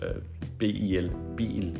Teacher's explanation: Der er sådan en lille, hvad skal vi sige, et stød i udtalen